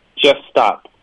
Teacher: the truth comes second, just stop for a minute and smile.第五句，第五句就直接连起来。这歌要是像您这么慢慢唱，我们还是真能学会的。哎，一下觉得旋律清晰了很多。哎，再来一遍，必须得再来一遍，secondtime。好的，那我们这样，我觉得好像感觉第五句直接连起来，我们把第五句先直接给过了哈。嗯，这个 just 和 stop 连在一起，把这个 just 的这个 st 都吞掉了，just stop 就可以了，juststop。然后 minute 这个 and 这个的吞掉哈。好，我们试一下，我唱得很慢很